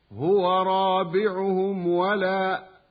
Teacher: هو رابعهم ولا، مد الراء مد طبيعي، والميم الساكنة إظهارها يسمى إظهارا شفويا قبل الواو